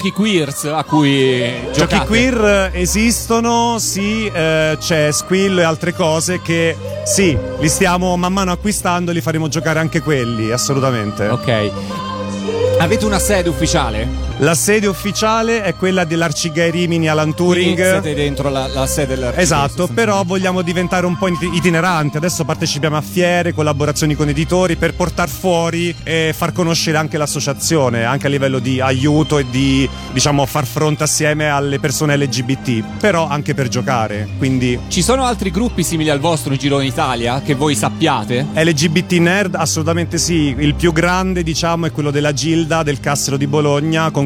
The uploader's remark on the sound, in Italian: Da San Marino Comics 2020 la nostra intervista